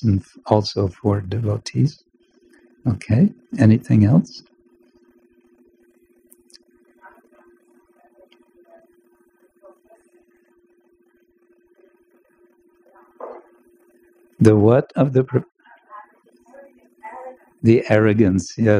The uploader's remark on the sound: Recorded during Bhakti Retreat 2023 in Kientalerhof/Switzerland - Bad quality, next will be better.